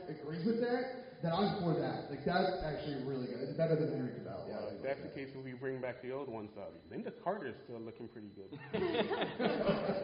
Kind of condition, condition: setting, live audience